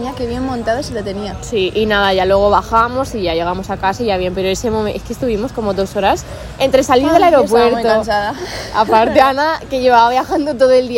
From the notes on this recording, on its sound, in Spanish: Ha sido una conversación normal entre nosotras en una terracita con muchas risotas y nuestras así que perdón por el ruido de fondo.